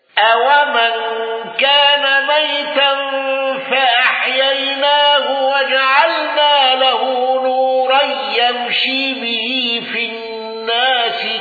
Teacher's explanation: دوري أبي عمرو بإمالة الناس